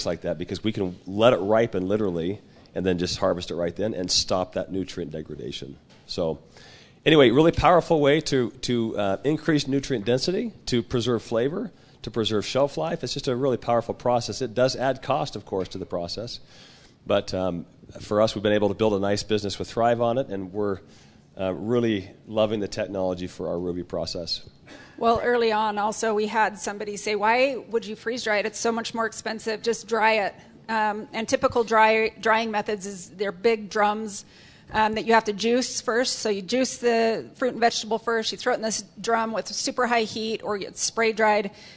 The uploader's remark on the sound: Audience Q&A